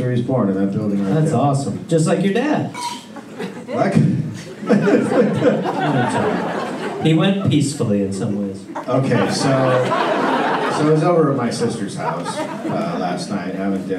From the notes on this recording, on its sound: Recorded live in Sacramento